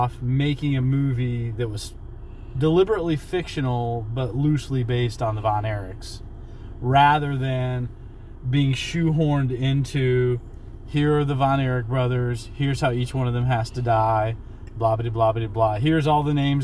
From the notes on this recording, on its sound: we recorded this in the movie theater parking lot, while sitting in the car, and so the quality is not as good as usual